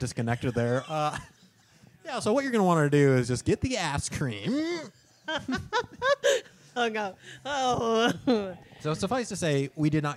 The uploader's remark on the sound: LIVE EVENT [VIDEO]. Record from The Logan Theatre.